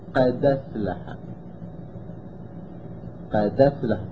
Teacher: تلاحظوا الهمزة طارت بالكلية